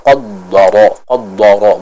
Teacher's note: Dan kita perhatikan di pertengahan antara huruf qaf dan huruf ra tersebut terdapat huruf dal, yang mana huruf dal ini merupakan salah satu huruf yang tipis. Maka jangan sampai kita menebalkan huruf dalnya. · Dan huruf ra di sini dibaca dengan tebal, ya. Huruf ra di sini tebal karena dia punya harakat fathah, ya.